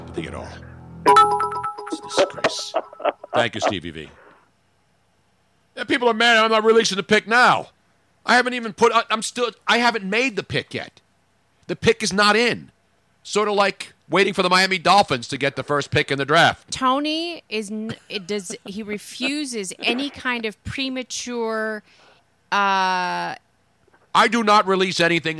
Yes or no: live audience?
no